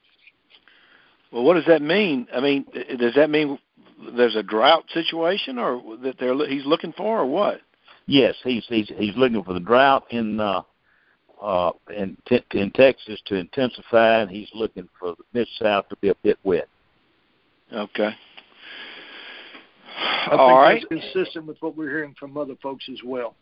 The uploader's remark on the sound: Monthly Conference Call